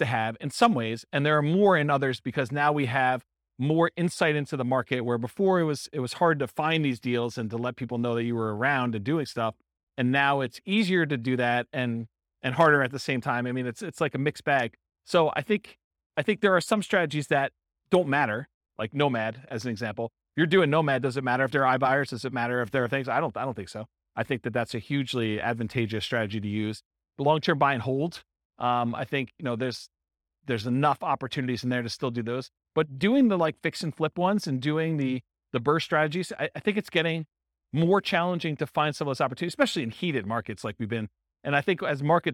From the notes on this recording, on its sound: This was a live class recorded to give investors a solid qualitative overview of all the different real estate investing strategies. Madison, Wisconsin.